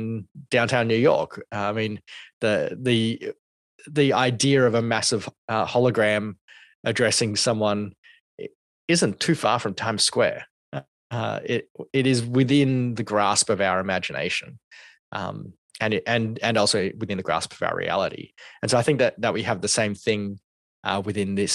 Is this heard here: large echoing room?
no